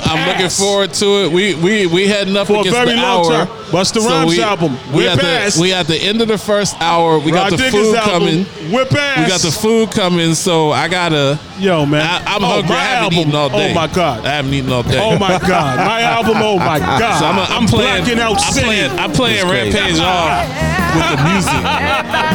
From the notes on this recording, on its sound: Live fro Dave & Buster's.